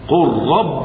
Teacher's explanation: لام تضغم للتماثل لام في لام او وقع بعدها حرف الراء تضغم للتقارب لان اللام قريبة من مخرج الراء